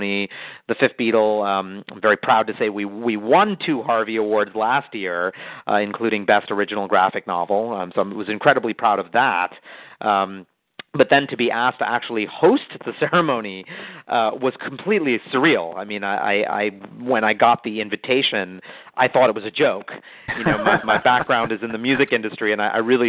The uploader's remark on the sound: Call in Question and Answer Session